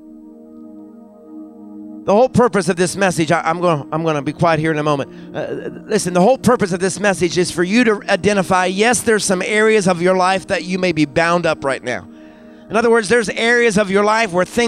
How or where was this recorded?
large echoing room